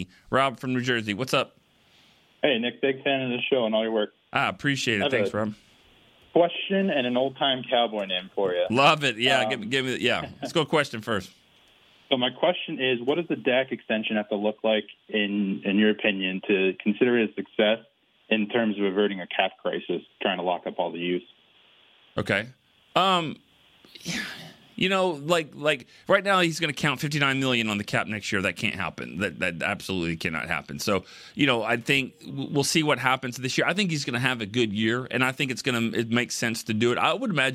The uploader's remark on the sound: The phone lines were on fire. Answer questions from the calls and texts.